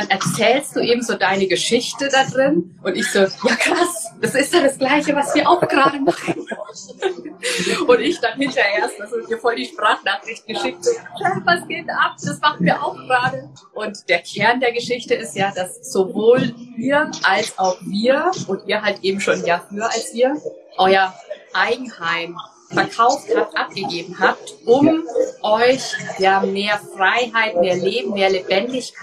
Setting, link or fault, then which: fault, background noise